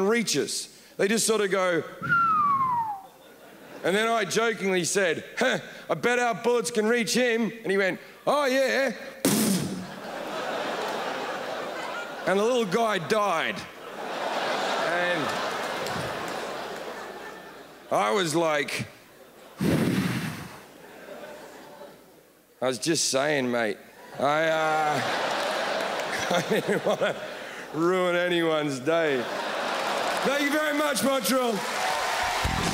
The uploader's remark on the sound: brings his witty observations to the stages of the Montreal Festival